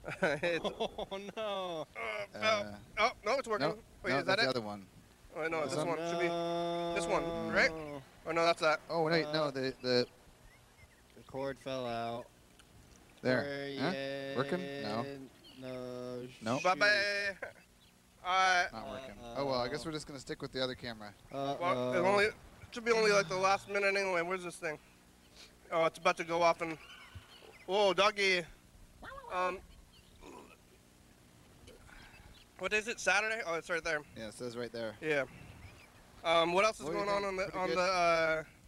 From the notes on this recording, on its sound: TCMoFA at the Armory. We sit outside on a couch under a tent with all the gear we brought and talk over the speaker system to each other. Sometimes we look into the museum but the camera cable doesn't go very far.